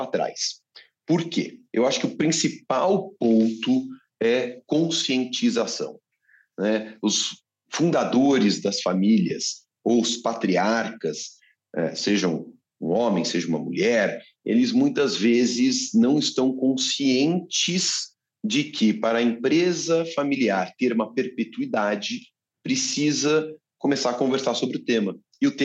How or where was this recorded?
video call